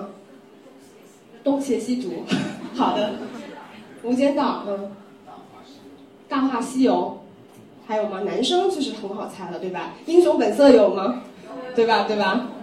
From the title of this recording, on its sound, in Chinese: 讲座现场录音